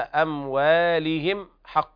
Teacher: أموالهم، هنا لابد من بيان ترقيق الواو، هكذا أموالهم حق إظهار شفهي لوقوع الحاء بعد الميم الساكنة